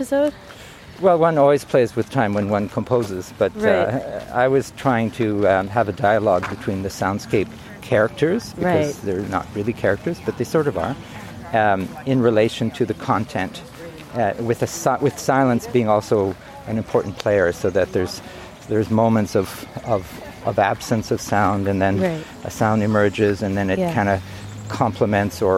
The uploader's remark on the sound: This episode was recorded at Trout Lake Park in Vancouver on April 2, 2021. Kindly accepted to go on a ‘soundwalk’ with me.